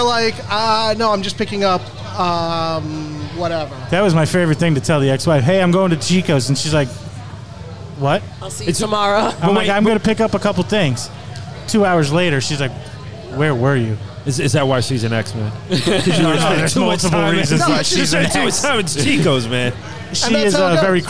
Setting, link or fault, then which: setting, busy venue